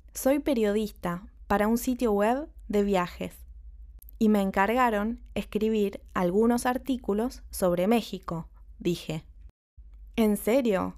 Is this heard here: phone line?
no